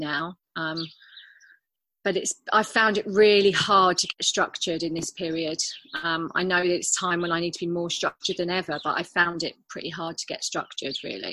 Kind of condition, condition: link, video call